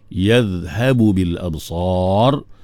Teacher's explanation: ab ada qalqalah, sa sa tebal, absar ra pun tebal juga di hujung dia tu